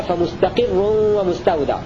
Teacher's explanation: قرأ ابن كثير وأبو عمرو بكسر القاف في فمستقر ومستودع، يقرأانها فمستقر ومستودع اسم فاعل.